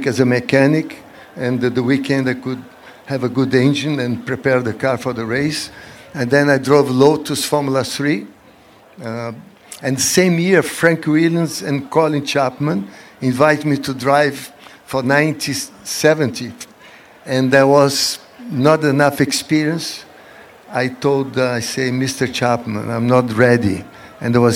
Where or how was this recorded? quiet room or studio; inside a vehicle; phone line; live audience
live audience